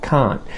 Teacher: So we would say instead of can't, t, we don't say the t, and instead we just say can't, and the tongue stops the air, can't. So it sounds like a very, very, very short N sound instead of a long N sound